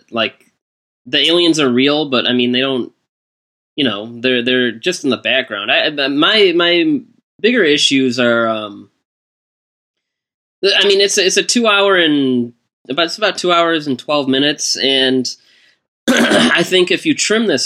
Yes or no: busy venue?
no